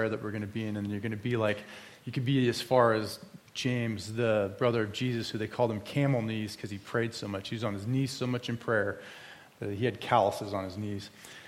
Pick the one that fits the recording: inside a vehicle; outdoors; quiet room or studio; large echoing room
large echoing room